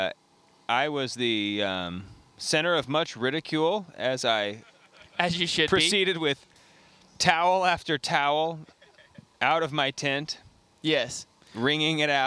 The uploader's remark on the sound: Live from The Catholic Man Show Campout at Clear Creek Abbey